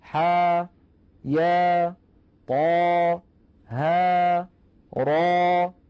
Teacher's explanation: ثانيا أحرف حي طهرة وينطق كل منها على حرفين، ثانيهما حرف مد ويمد بمقدار حركتين